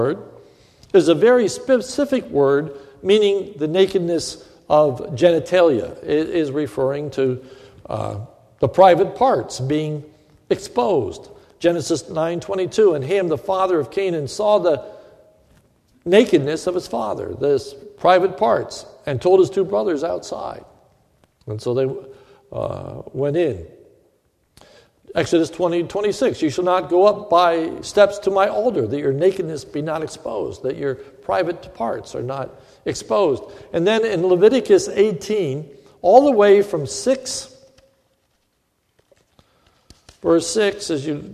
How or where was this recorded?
large echoing room